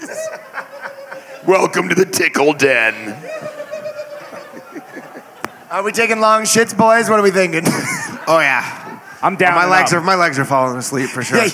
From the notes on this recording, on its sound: LIVE from Skankfest Vegas 2023. Invite 5 audience members to share their worst relationship stories.